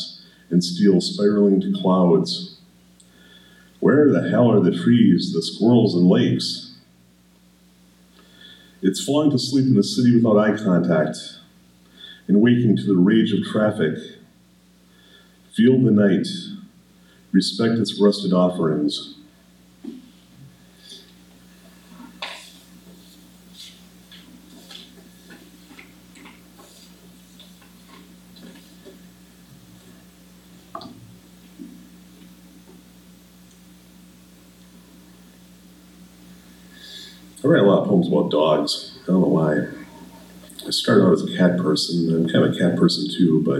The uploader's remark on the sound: This presentation was recorded December 6th, 2018 at the McMillan Memorial Library.